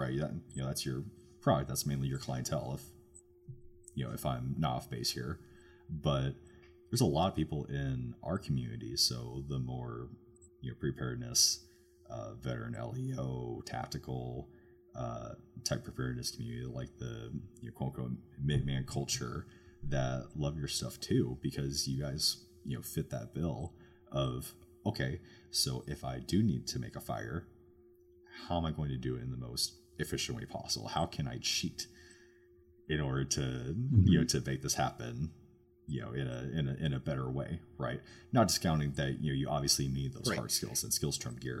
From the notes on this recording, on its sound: we had some pretty bad issues with audio quality during this episode